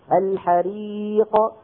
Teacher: هذه القاف ما في بعدها شيء، فلذلك لما بتخرج بتخرج إلها رنة